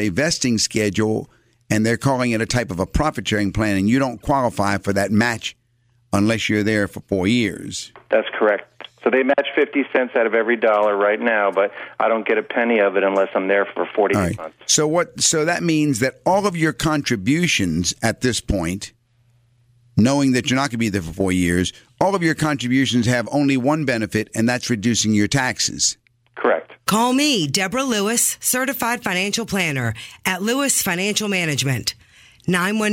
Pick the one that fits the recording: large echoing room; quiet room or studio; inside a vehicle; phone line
phone line